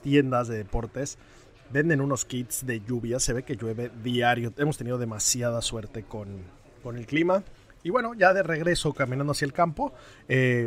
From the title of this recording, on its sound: Live From The OPEN